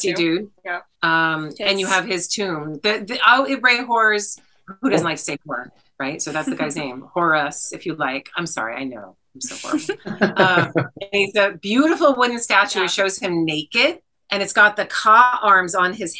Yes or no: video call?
yes